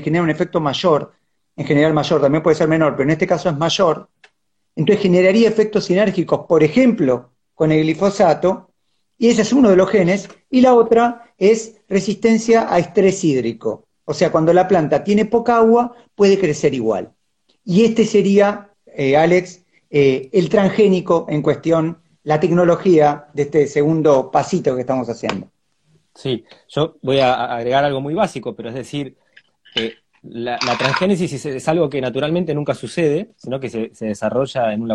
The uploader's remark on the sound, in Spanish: Audio de la charla en vivo por Instagram